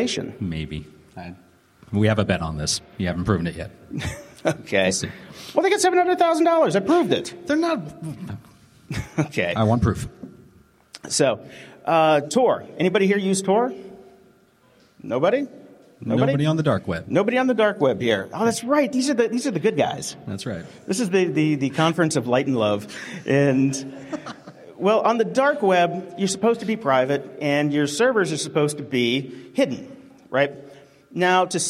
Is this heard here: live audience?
yes